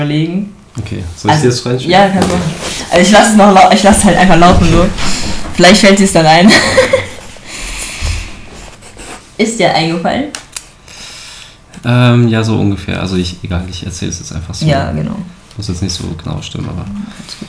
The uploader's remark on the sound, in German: Die Audio ist etwas übersteuert